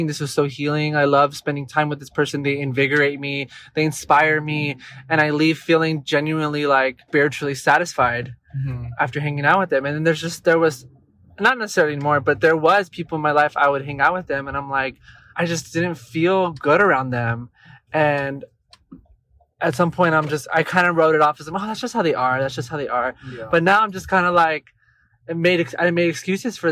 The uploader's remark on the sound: Join us as we venture out the studio and take you for a ride in our car. As we drive, we hit record.